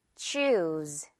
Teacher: 우 발음 길게 끌어주면 돼요.